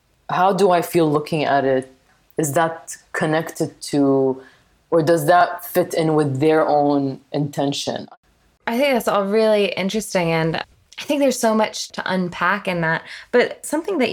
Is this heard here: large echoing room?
no